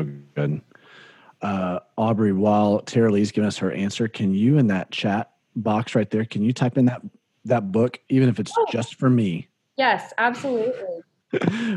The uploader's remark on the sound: This series was recorded as a series of live videocast events.